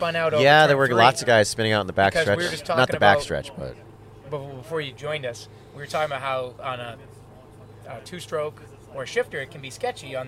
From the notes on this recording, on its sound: Our second show recorded on site at Canaan Motor Club. This time on the night between NHKA races 5 and 6.